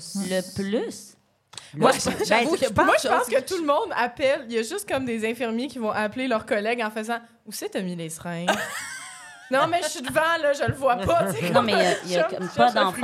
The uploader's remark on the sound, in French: Enregistré devant public à l'Idéal à Montréal.